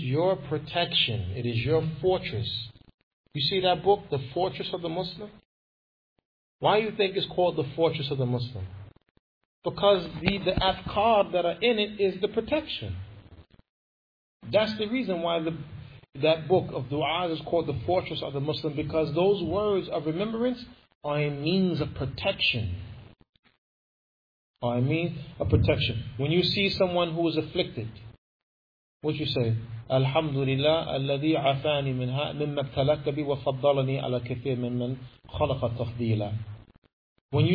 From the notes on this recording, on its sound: Lecture given at Masjid Nur Allah, Queens, NY